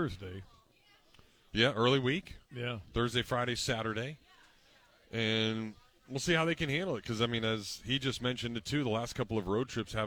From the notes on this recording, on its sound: Joined the show outside of Alumni Hall. Took your calls about the team's recent sucess.